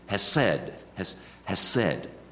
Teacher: there's a guttural pronunciation on the H